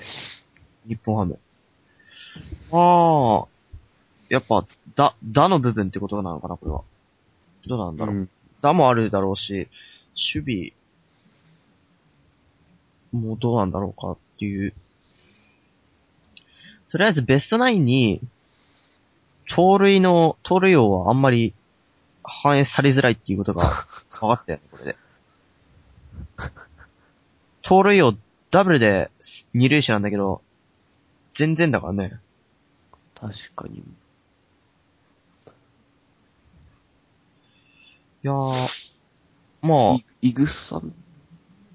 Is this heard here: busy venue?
no